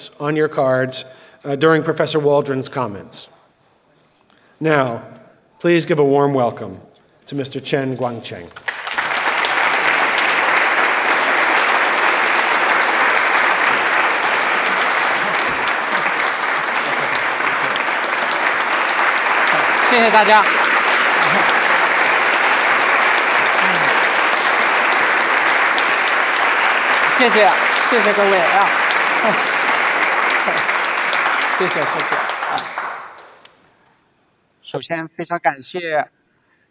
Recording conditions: live audience